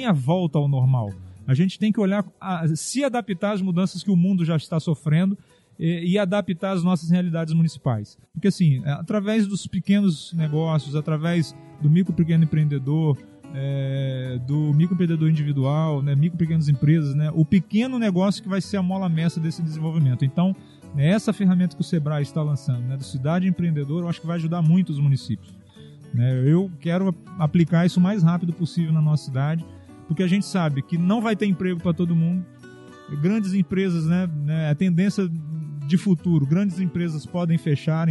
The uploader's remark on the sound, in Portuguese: Episódio gravado no evento "Seminário de Novos Gestores", realizado em dezembro de 2020.